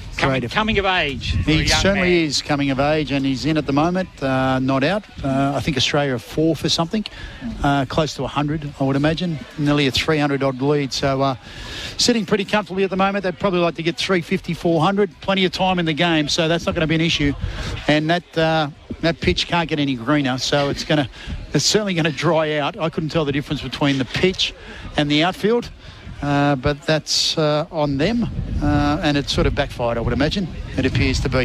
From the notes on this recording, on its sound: Live this week from Umina Beach surf club for the surfers with disabilities.